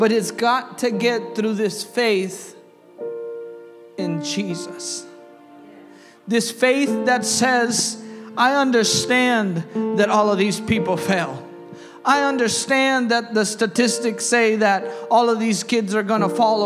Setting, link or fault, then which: setting, large echoing room